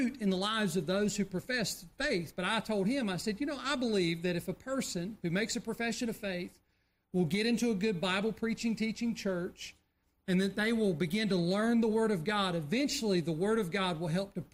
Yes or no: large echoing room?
yes